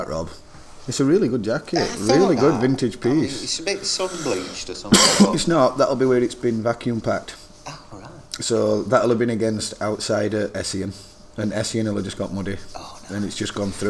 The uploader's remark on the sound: Live from store